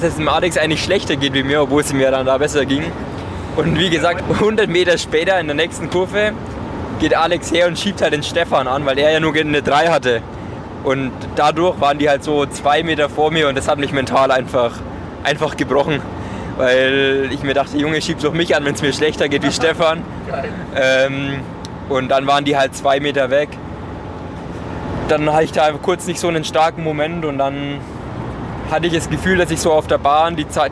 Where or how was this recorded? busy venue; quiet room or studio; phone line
busy venue